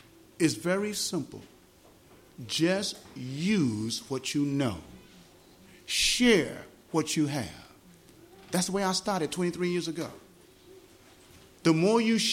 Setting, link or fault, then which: setting, large echoing room